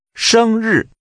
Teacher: The tones are high level and falling.